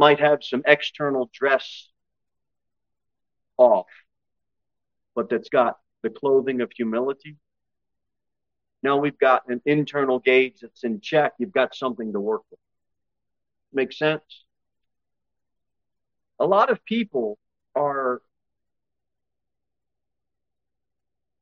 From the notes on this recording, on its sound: Sermon delivered at Pilgrim Baptist Church.